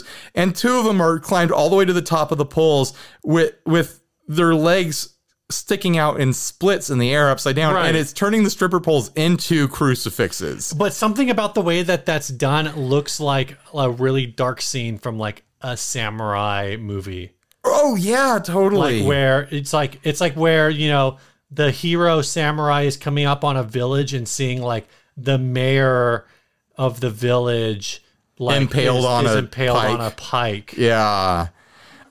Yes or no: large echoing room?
no